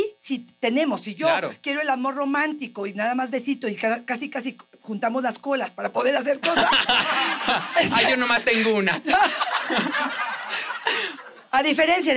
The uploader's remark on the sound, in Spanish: (En vivo). Escucha el episodio especial con público.